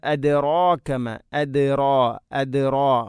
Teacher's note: റായിനെ കനപ്പിക്കണം, തഫ്ഹീം ചെയ്യണം. അദ്റാക അത് അദ്റാക എന്നല്ല പറയേണ്ടത്, അദ്റാക.